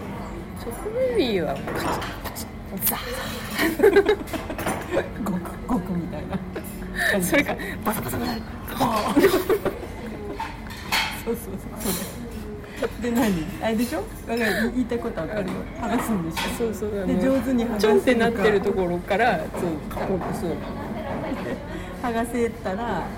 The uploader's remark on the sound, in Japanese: In MILK（生クリーム専門店）。店内の雑音が結構うるさいかもしれませんので、。